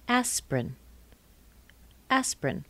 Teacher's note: The first I is missing. I don't even hear it.